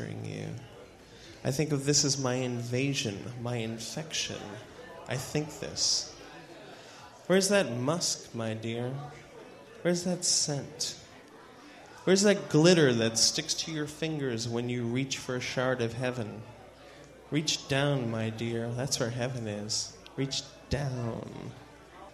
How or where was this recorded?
live audience